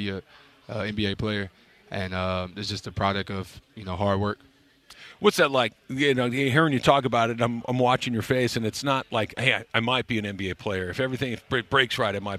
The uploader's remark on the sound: LIVE from LAKERS Media Day in EL Segundo!